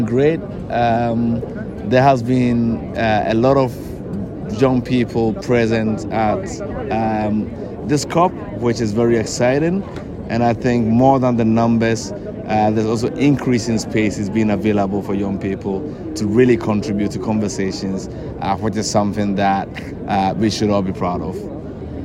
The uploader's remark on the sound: is a live conversation that took place in the heart of Sharm-El-Sheikh in Egypt where COP27 takes place.